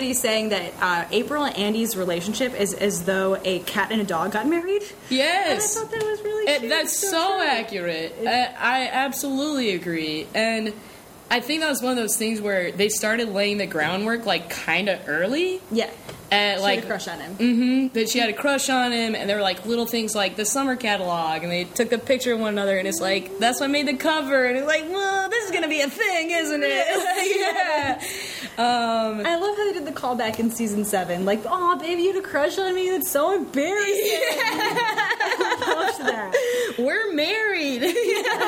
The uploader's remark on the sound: In front of an audience of friends, past guests, and fellow contributors to this incredible live celebration. Before a backdrop of an early edition of the Ron Swanson Pyramid of Greatness.